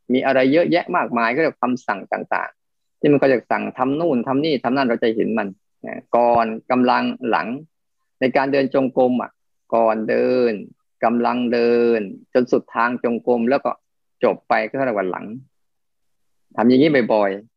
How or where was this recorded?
video call